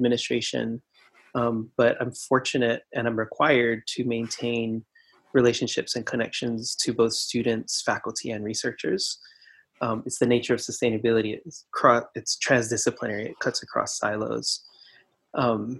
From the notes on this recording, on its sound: Just as the Covid-19 “shelter-in-place” lockdown began in Hawaiʻi. What we planned to do in person suddenly had to be done via Zoom. The resulting audio is pretty sketch.